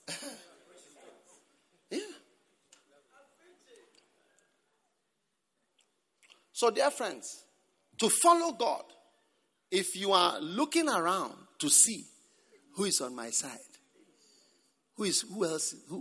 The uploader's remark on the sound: Preached at the Prophetic Encounter Service.